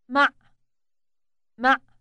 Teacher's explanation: The final sound in this preposition is produced deep in the throat.